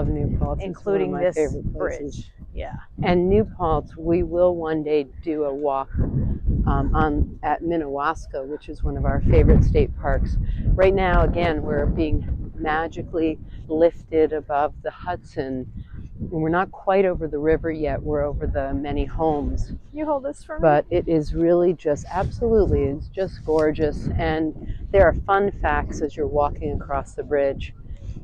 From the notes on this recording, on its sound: A VERY WINDY Walkway Over the Hudson, Poughkeepsie to Highland, New York. The Walkway Over the Hudson, which opened in 2009, is a former railroad bridge that was transformed into a highly used walkway for walkers and cyclists. It was extremely windy, and we apologize in advance for the disruption it causes in the middle of the podcast, despite our new wind – shielding microphones!